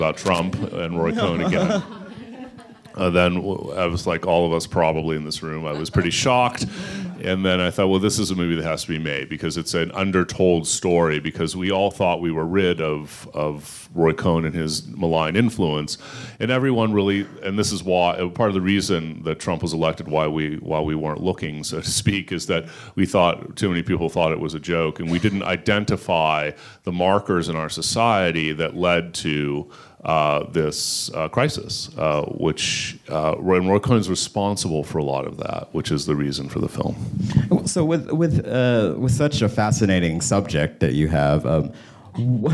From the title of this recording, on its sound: Live from Sundance!